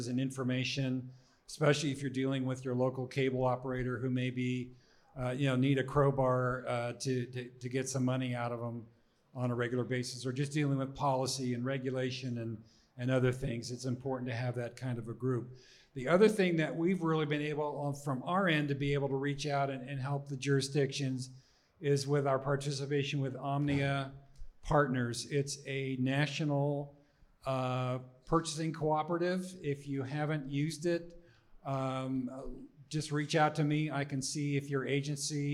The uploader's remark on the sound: we held a live panel for our POSTNAB tour